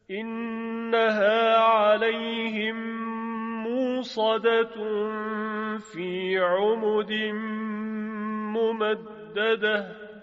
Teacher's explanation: ببینیم که در این ترتیل چگونه کلمه مؤصده ابدال به واو می شود